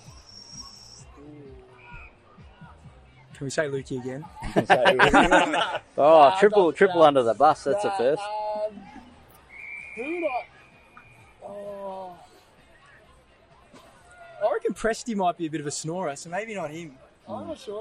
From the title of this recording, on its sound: On Location Live at Nations Footy Cup 2021